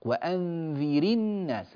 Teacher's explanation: وأنذر الناس، الراء هنا انكسرت لالتقاء الساكنين ومع ذلك ترقق